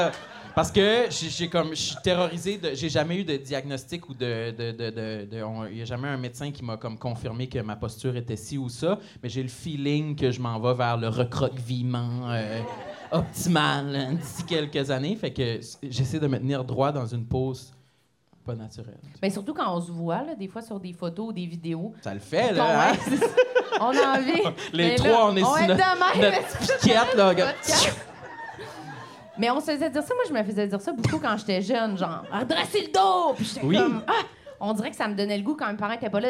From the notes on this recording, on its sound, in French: LIVE au ComediHa! Fest 2022. Lors de cet épisode LIVE devant public au ComediHa!